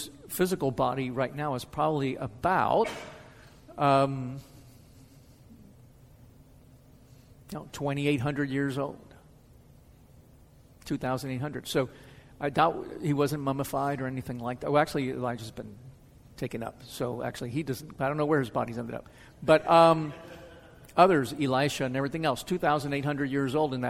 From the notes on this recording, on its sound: answers questions from the audience.